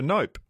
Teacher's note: It's more emphatic when you close. It's interesting how that kind of P ending actually gets tacked on the end of actually other words as well when you're being emphatic. So it is, but it is elongated, so it's going from no to nope.